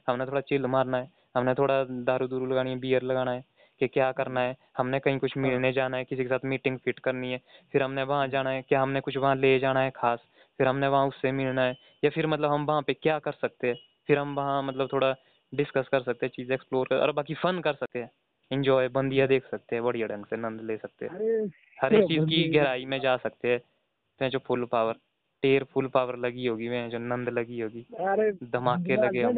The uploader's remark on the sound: A phone talk